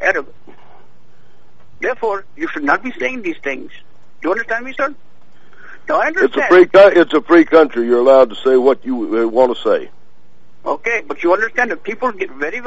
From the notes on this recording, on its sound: Personal Prank Phone Calls Collection